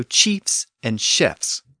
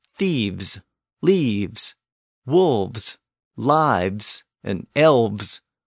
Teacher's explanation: we convert that final F to a V sound before we put on the S · Shown in: second take